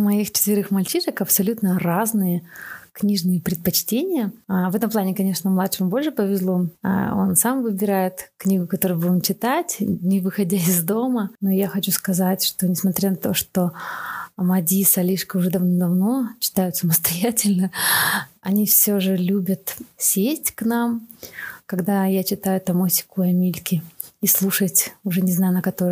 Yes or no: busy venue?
no